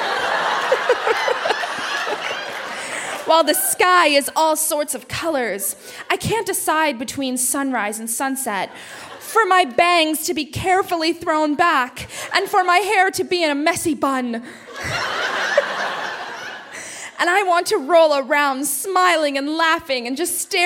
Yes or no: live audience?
yes